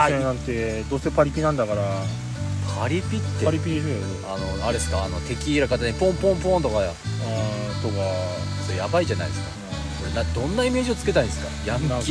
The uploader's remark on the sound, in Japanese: 雨の中での収録となりました。雨の音で聴きにくくなっておりますが。